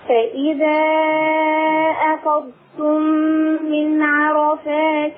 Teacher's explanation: من عرفات مرققة، عين مرققة